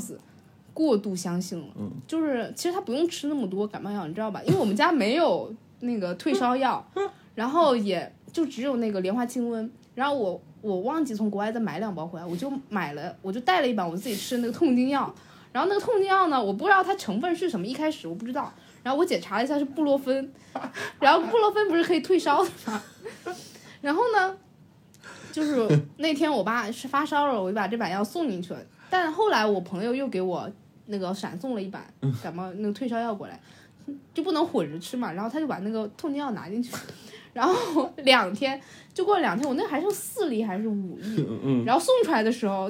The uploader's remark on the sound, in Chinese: 面对面录制，可能伴有咳嗽和笑声，这两种声音无法抑制，敬请谅解。